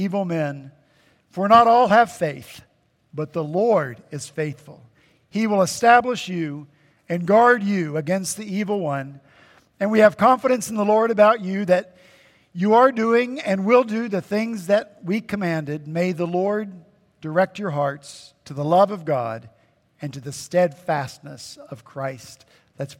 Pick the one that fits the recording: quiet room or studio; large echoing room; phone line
large echoing room